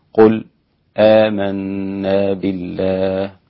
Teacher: وإذا وصل سكت على الهمزة على الساكن قبل الهمزة